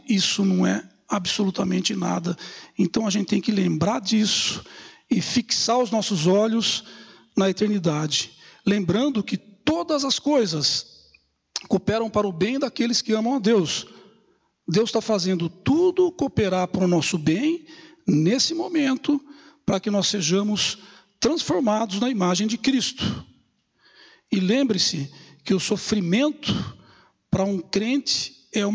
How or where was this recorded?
large echoing room